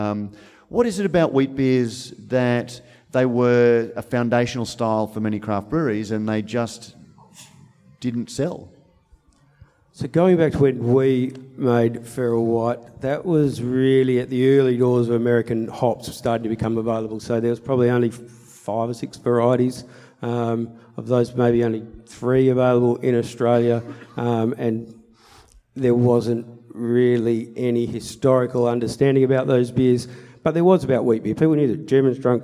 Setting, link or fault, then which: setting, busy venue